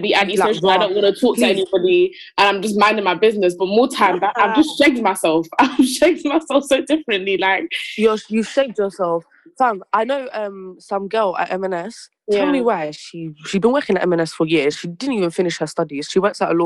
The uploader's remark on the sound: Firstly, we’d like to apologise for the quality, the call was done over zoom due to our very busy lives.